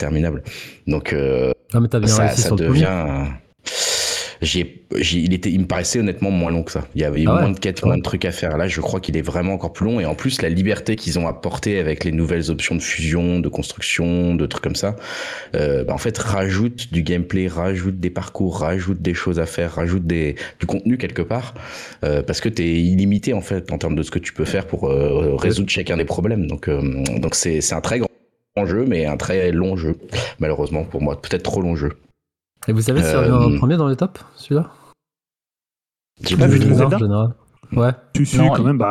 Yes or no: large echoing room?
no